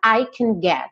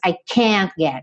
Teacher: quando o meu can vai para a afirmativa, ele perde uma ênfase na pronúncia · Shown in: first take